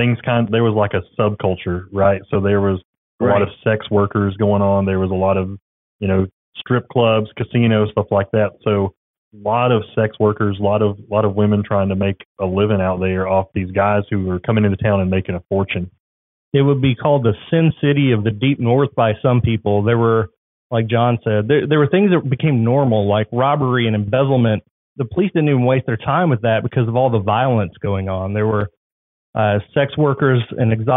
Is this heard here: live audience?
no